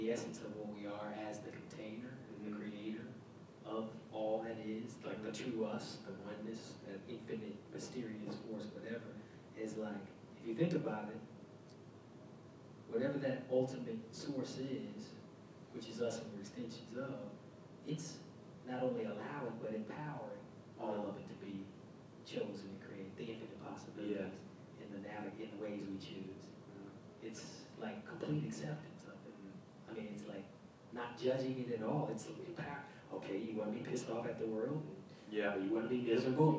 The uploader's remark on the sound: This podcast was recorded with a live audience in Atlanta Georgia during a thunderstorm. There was a potent energy in the room.